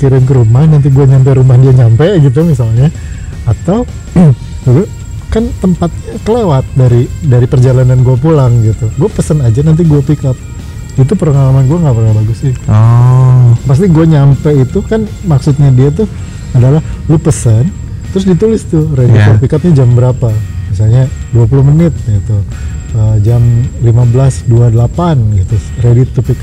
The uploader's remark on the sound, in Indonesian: Tolong dimaafkan kresek-kresek di beberapa detik pertama.. Mic-nya beradu sama masker.